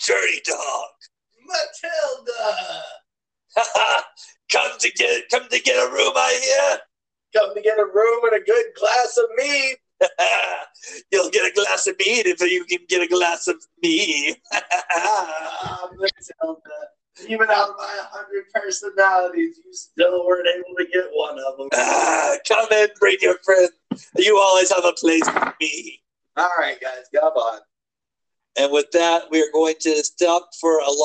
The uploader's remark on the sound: sorry about the audio issues